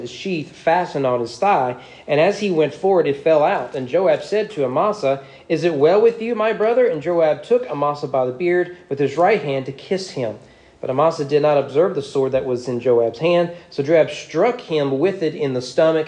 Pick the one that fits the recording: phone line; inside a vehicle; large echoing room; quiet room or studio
large echoing room